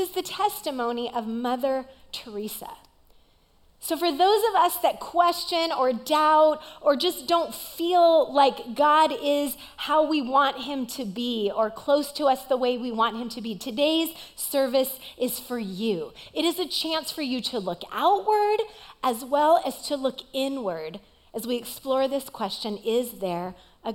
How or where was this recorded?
large echoing room